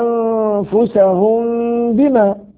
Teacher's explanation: الميم ساكنة وقع بعدها حرف الباء فحكمها الإخفاء ويسمى إخفاء شفويا